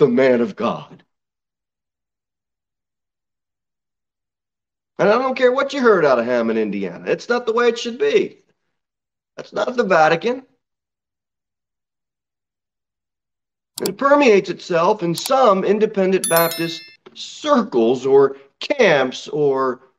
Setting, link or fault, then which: setting, large echoing room